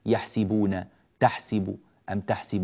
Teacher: ويكسر السين من يحسب المضارع كيفما جاء